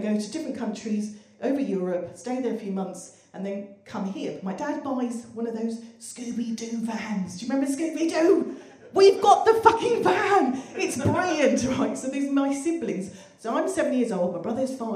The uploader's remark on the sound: The second of three live recordings from our Tragic Horror live event which took place at the Hackney Attic on the 25th October 2014.